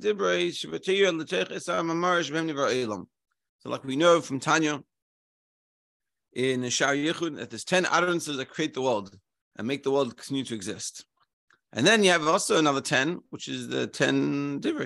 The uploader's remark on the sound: Daily Zoom Shiur